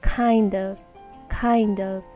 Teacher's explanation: 話す時は kind of で一文字みたいな感じに言いますね